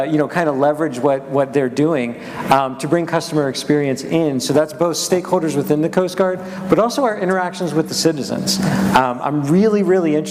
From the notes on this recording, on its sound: At ACT-IAC’s Emerging Technology and Innovation Conference